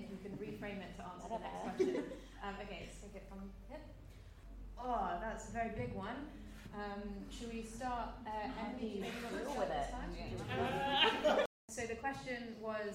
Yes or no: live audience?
yes